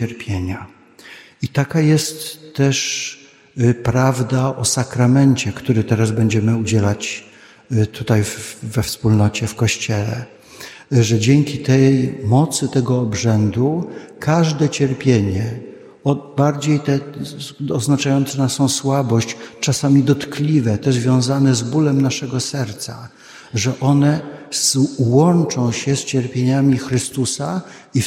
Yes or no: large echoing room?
yes